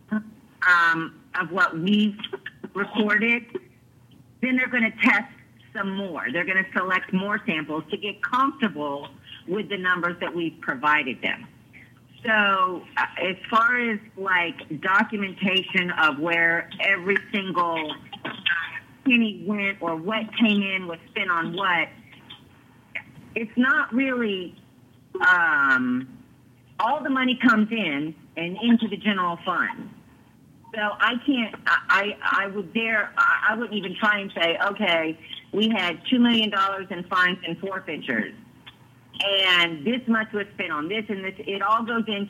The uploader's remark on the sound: Regular teleconference meeting of the Liberty County Board of Commissioners.